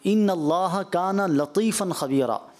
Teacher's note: یہ طا ہے یہ بھی پُر ہے مستعلیہ میں سے ہے، یعنی پُر پڑھا جاتا ہے، موٹا پڑھا جاتا ہے